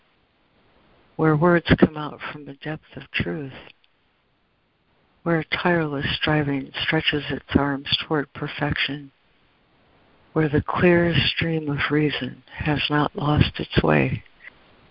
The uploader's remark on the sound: ACIM Daily Conference Call.